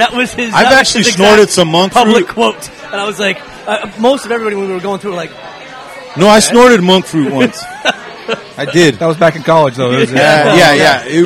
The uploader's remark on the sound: live from Martin City Brewing!